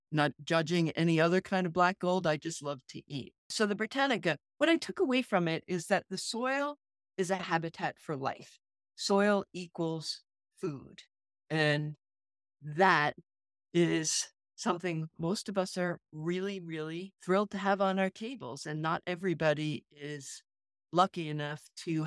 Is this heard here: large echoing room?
no